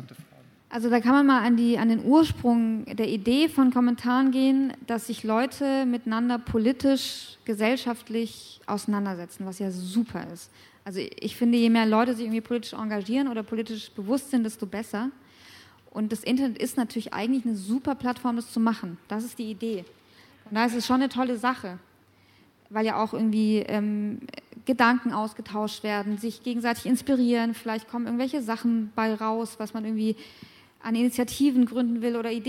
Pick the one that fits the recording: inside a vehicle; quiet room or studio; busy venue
busy venue